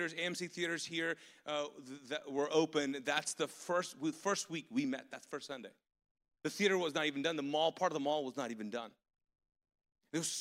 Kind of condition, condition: setting, large echoing room